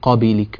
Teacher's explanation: إلى الفتح جئت إلى قبلك أو قبلنا يعني قلت قابلك مثلا فجعلت القلقلة مائلة إلى الكسر